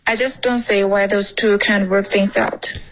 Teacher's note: 这个 I 要是一个双元音 OK,不要发成 A